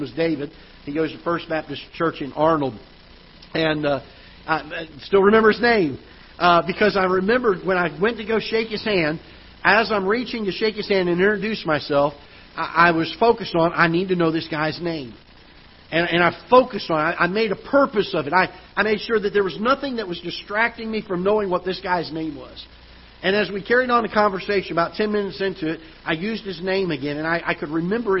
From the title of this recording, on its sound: Ketha Heights Baptist Church ~ Live Broadcast